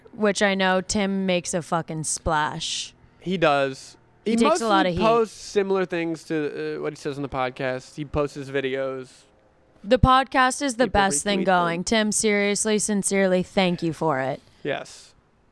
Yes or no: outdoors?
yes